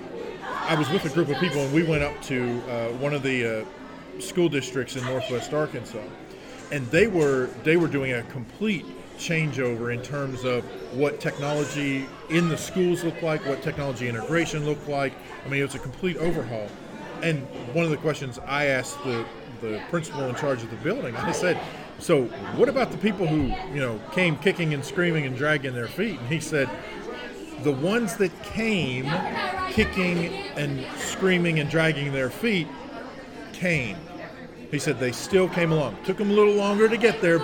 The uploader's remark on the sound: Interviews, panel and Q&A from the SAU-Magnolia ERZ Robotics Exhibition